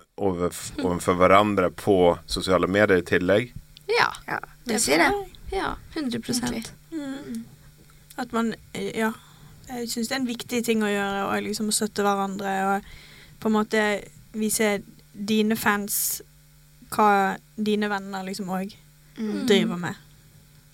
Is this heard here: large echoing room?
no